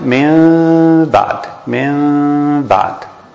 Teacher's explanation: So the original hukum was the noon sakina followed immediately by ba. So the hukum of the noon sakina is al-iqlab, to convert the noon to meem. But because the meem now is followed immediately by ba, then the ruling of the meem is al-ikhfa.